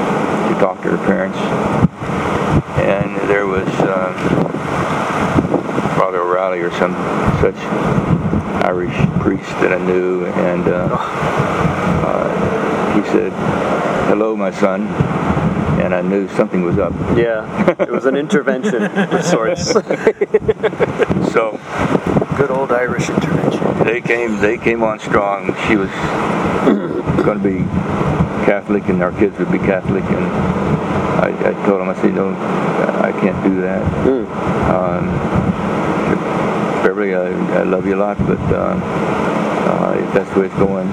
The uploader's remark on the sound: recorded a couple years ago on a very windy night